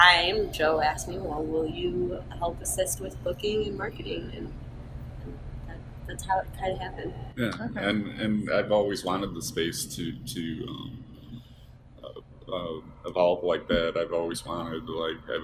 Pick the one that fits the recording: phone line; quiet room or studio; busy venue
busy venue